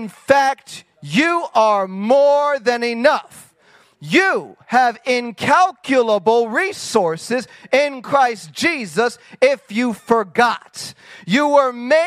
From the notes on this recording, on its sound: Sunday sermon from the Decoding the Supernatural Conference from March 7, 2021 at the Global Fire Church in Murfreesboro, Tennessee